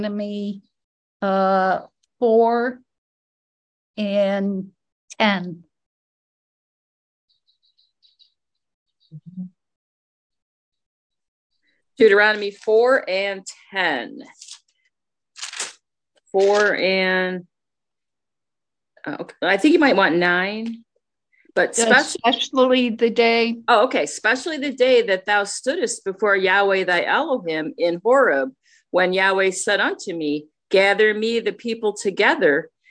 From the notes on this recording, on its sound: Oceanside Zoom Class.